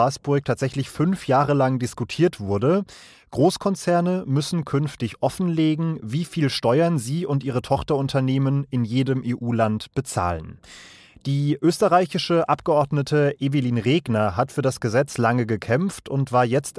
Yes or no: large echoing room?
no